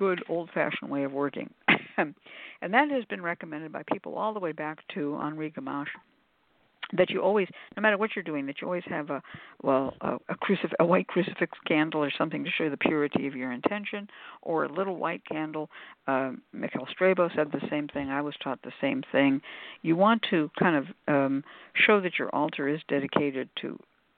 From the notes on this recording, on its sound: A real, live call-in show. Where the general public gets a chance to ask about actual problems with love, career, and spiritual protection.